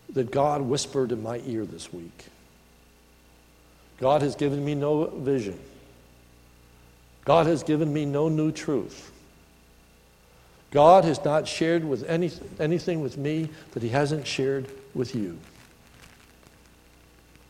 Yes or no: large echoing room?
yes